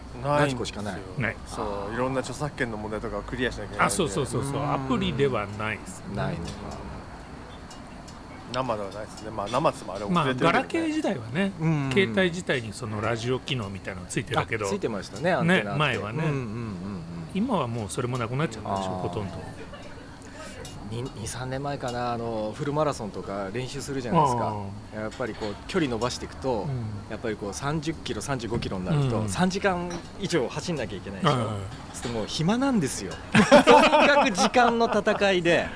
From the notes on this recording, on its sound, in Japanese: 忘年会を兼ねて12月に某カフェのテラス席で収録したもの。3人でワイン飲みながら語り合います。